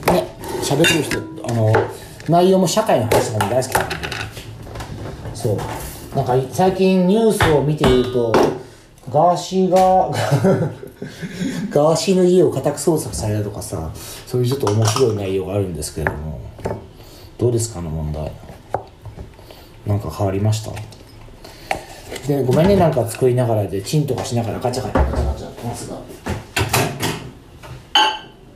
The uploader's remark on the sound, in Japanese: 料理を作りながらの収録です。